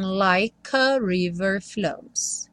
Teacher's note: o like não vai ter o E pronunciado, e aí o K já junta no A do a river